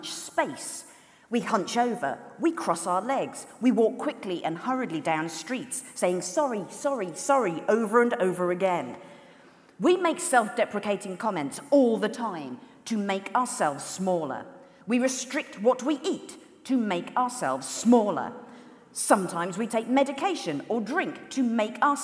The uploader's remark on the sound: The Women's Equality Party launch their election campaign with a celebrity fundraiser hosted with 5x15 in May 2016. Addressed the audience at Central Methodist Hall.